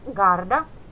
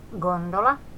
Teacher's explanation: G-ääne ja sen jälkeen AOU. G äännetään kovana. Se on kuitenkin kurkusta tuleva, ei semmoinen pehmeä G, niin kuin suomalaiset ääntää.